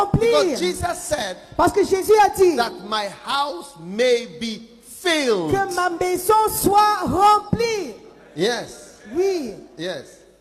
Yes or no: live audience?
yes